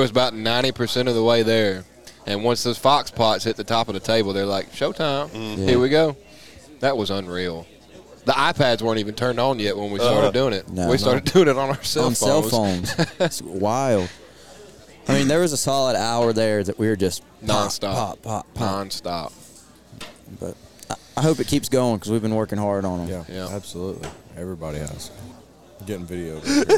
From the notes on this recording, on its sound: Live from West Point, MS. We are LIVE & in line.